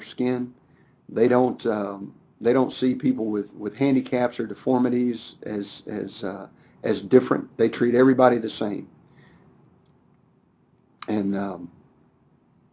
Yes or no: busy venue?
no